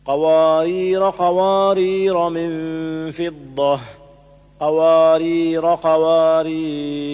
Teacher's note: فيوقف عليها بسكون الراء مع المد العارض، حذف حرف المد لالتقاء الساكنين.